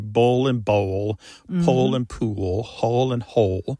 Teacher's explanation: And that L at the end of the syllable is known as a dark L. So the physical act of pronouncing that dark L kind of requires the back of the tongue to raise toward your soft palate. And that movement of the tongue pulls the vowel that comes before the L in a new direction.